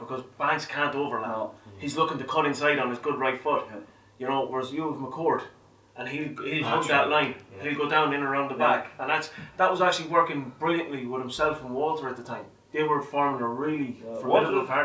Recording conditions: poor sound quality